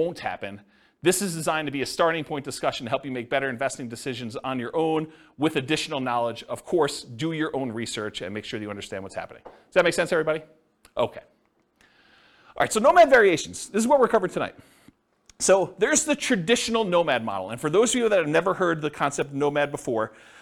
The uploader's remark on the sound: This was a live class recorded